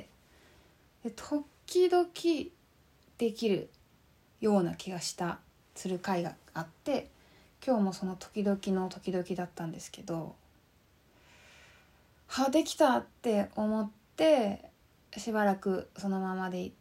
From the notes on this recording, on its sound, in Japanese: 4/29〜5/8 の22時におこなったインスタライブの録音です。